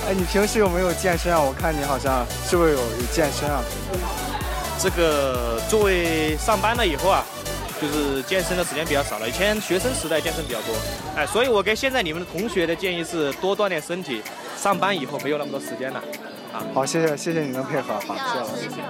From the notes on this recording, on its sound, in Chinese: 校运会特别节目。小耳朵们快来听听记者小分队从现场发来的报道吧！